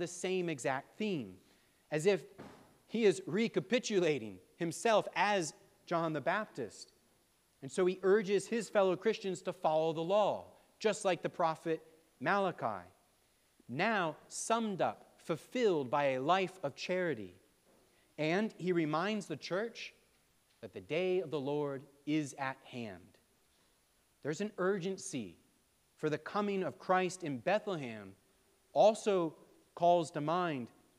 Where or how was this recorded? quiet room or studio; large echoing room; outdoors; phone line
large echoing room